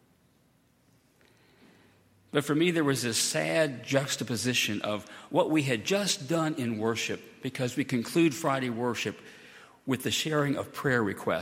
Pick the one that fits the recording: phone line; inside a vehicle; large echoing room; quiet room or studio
large echoing room